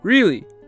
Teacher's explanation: pay attention to the rising intonation of sentences with surprises